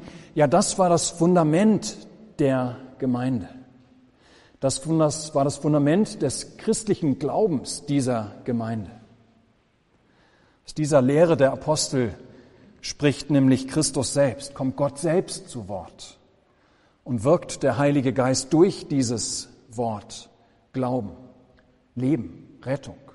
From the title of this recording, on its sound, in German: Gottesdienst